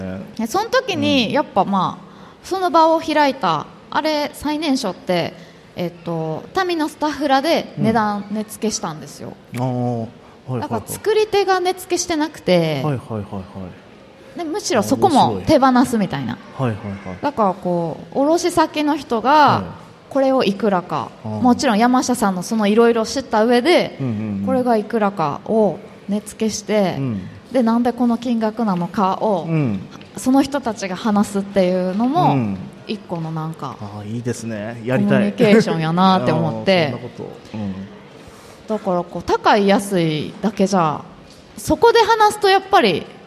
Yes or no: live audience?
yes